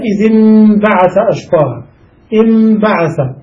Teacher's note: تلاحظ أن النون هنا تنطق ميما في النطق فقط لا في الكتابة · Term: إقلابا